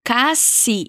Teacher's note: em espanhol a gente diz casi, sem o U no meio e com um som de S, de S mesmo.